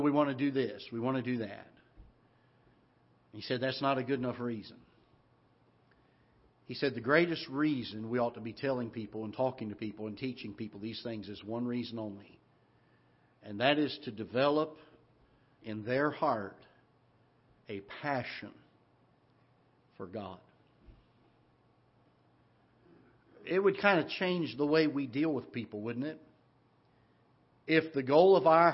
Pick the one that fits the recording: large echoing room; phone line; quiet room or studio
large echoing room